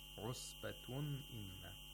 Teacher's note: that ilhar is because of the letter of the throat, which is hamza after the tanween. · Term: ilhar of nun sakina